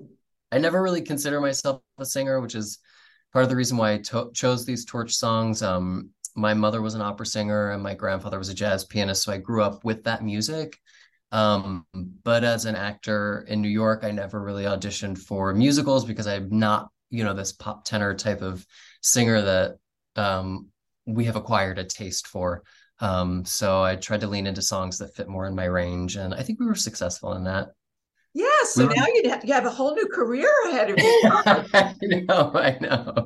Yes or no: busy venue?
no